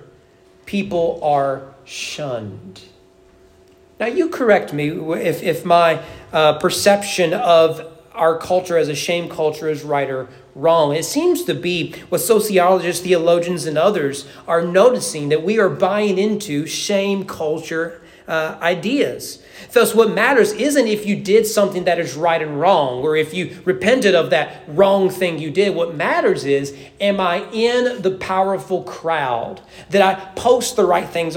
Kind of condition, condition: setting, large echoing room